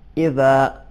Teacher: زبان کی نوک تھوڑی سی سامنے کے دانتوں سے باہر آتی ہے، حرف ذال ادا ہوتا ہے، اذا یعنی تھوڑی سی زبان